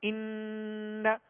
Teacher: ایک الف کی مقدار میں ناک میں آواز لے جا کر آواز کو ٹھہرائیں گے، ایک الف کی مقدار میں غنہ کریں گے ان.